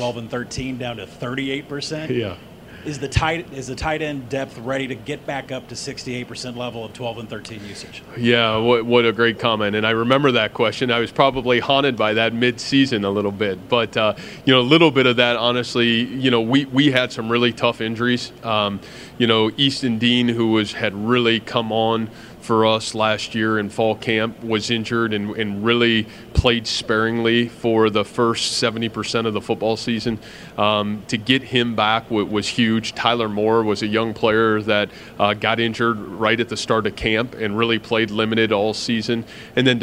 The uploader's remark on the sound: press conference at Big 12 Football Media Days